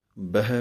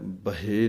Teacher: ਬਹੇ ਨਹੀਂ ਕਹਿ ਦੇਣਾ, ਹਾਹੇ ਲਾ ਨਹੀਂ ਲੱਗਣੀ ਚਾਹੀਦੀ, ਬੱਬਾ ਹਾਹੇ ਉੱਤੇ ਅੱਧੀਆਂ ਦਲਾਈਆਂ ਦੀ ਆਵਾਜ਼ ਦੇਣੀ ਹੈ · Shown in: first take